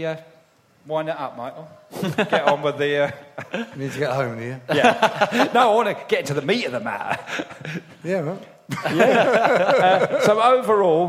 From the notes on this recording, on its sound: Recorded live with a very special audience of close friends